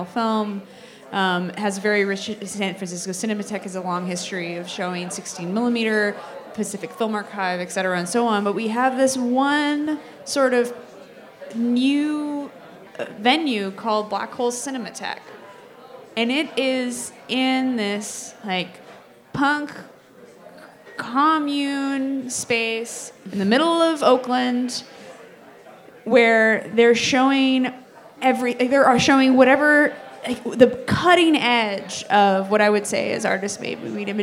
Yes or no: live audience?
yes